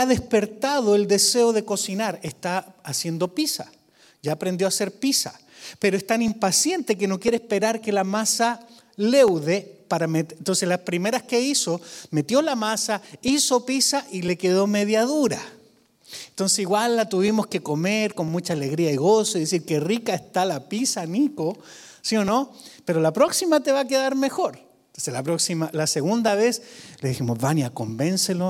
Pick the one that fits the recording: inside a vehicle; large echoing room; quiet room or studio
large echoing room